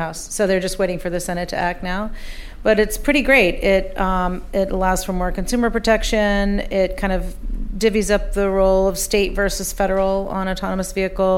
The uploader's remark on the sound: Live From New York. Joined us on stage for a lively discussion. With a little audience Q&A mixed in, too.